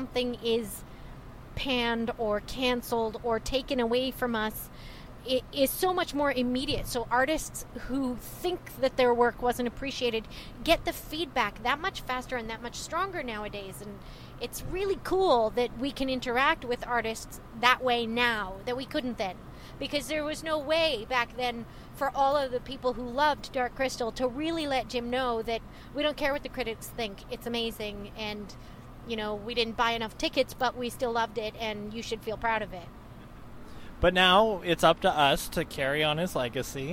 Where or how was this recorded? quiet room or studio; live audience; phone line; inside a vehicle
inside a vehicle